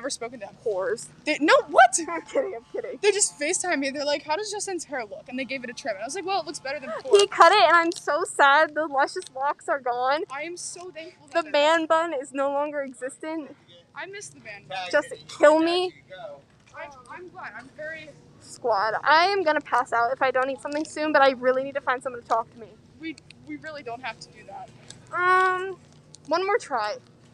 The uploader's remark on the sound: CAR CHAT (...with guests!). We take our whole a$$ mic setup into Wegmans.